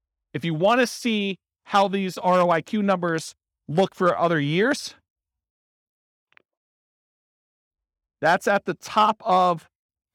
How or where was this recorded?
live audience